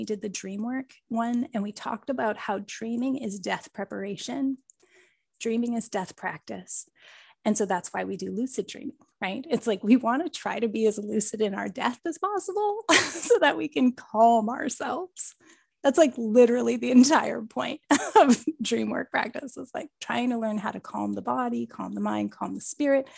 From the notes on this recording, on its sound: a clip from a recent Tutorial call in The Numinous Network